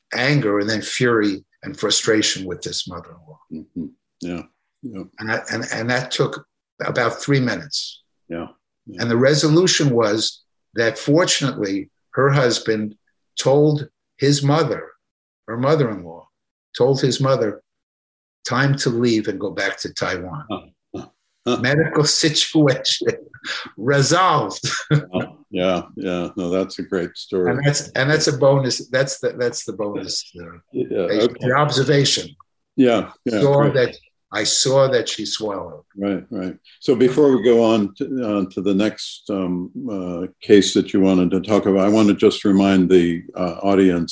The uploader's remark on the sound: This episode features the audio from one of the ACO case presentations series webinars.